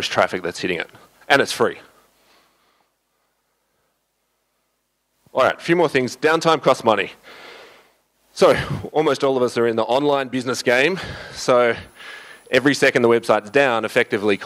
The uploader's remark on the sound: The guys at the summit recorded full audio and video of all presentations. The guys at the summit recorded full audio and video of all presentations so I figured this would make a great podcast episode.